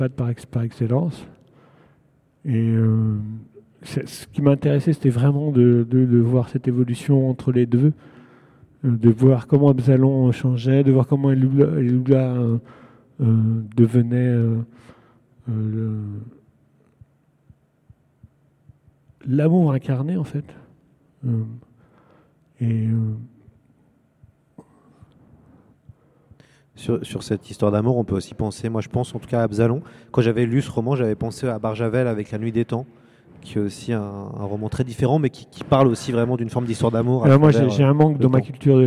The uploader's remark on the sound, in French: en direct de la Foire du Livres de Bruxelles